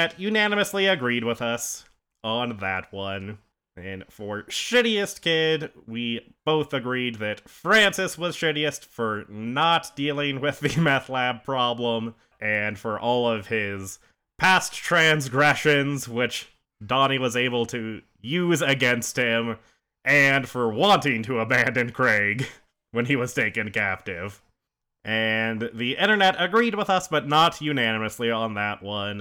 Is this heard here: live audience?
no